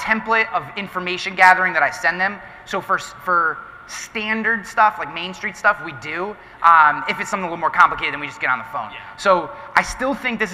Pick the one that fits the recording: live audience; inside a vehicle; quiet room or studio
live audience